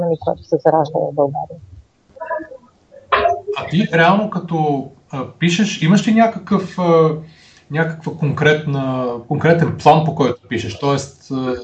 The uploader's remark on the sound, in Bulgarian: Поради ред технически провали не се гордеем особено много с качеството на записа